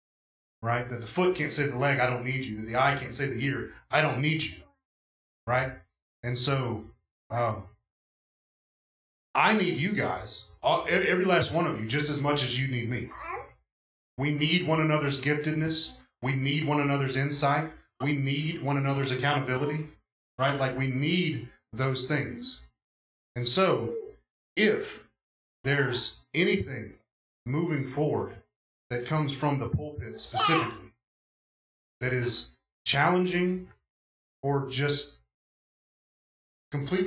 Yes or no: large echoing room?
yes